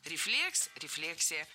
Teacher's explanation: В обоих случаях ударяем второй слог.